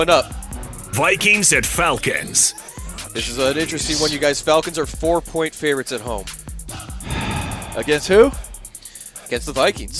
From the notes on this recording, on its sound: broadcasting live from Santa Anita Park for The Breeder's Cup